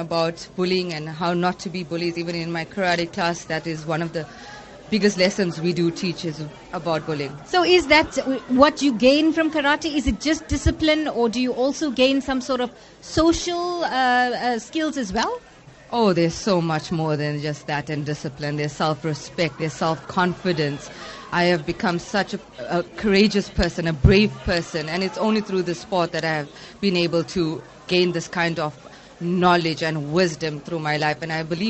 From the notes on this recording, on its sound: NewsbreaK Talk LIVE from the SA Karate 2017 Nationals.